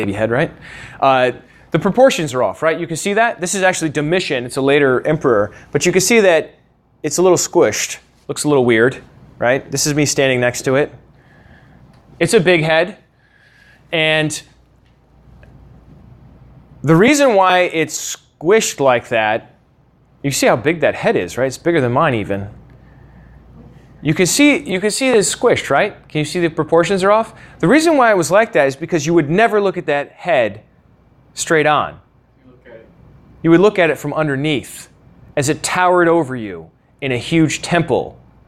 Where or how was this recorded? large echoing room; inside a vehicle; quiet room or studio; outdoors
large echoing room